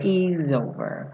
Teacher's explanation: Lembra de juntar is no over? Is over. O S do is ganha um sonzinho de Z, né?